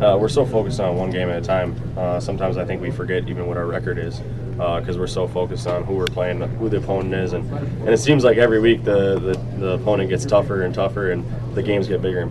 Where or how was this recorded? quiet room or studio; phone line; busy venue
busy venue